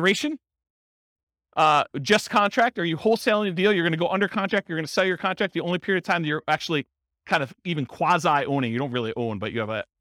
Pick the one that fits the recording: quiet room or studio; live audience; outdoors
live audience